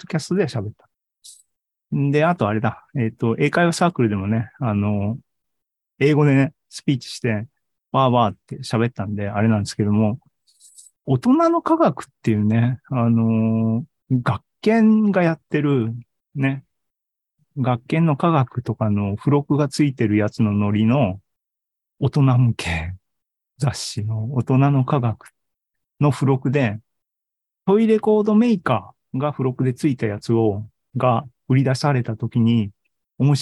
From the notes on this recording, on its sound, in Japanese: ２０２３年１月２５日に開催した ZOOMライブの模様です。